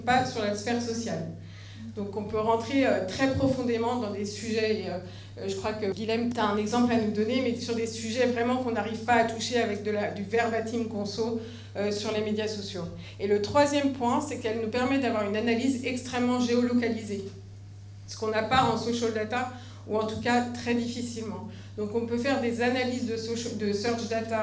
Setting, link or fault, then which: setting, busy venue